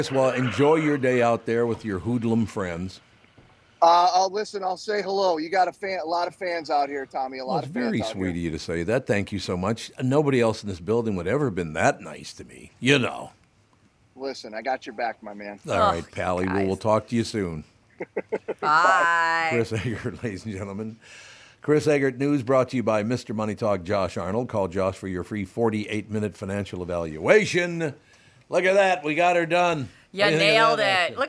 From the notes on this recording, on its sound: From the State Fair Grounds. Is live from the Minnesota State Fair Grounds with the "Back to the 50s" event going. Joins via phone.